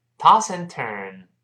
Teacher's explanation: andturn，toss 跟 and 连读变成 toss and 那个 the 失去爆破了，所以 toss andturn， toss and 首先顶上去背一下，停那么一小会儿再发 turn